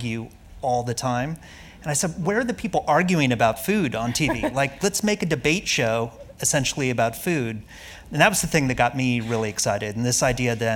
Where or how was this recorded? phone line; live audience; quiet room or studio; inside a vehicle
live audience